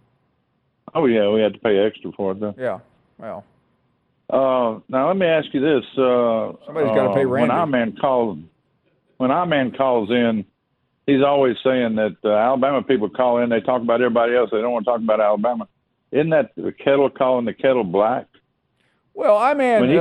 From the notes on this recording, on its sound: an hour of your phone calls